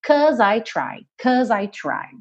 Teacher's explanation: Logo, se você está terminando nesse som aí de uma consoante, que é essa letra S, que tem esse somzinho de Z, 'cause, naturalmente você vai ligar esse som na próxima vogal, que é o I.